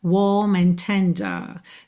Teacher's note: A gente não enrola o R e alonga um pouquinho mais a vogal que precede esse R. · Term: enroladinhas de R